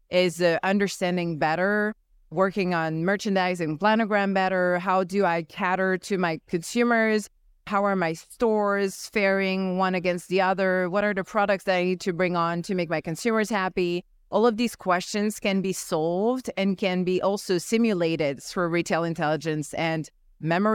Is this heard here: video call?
no